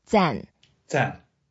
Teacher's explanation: 赞 is the fourth tone, so we go down.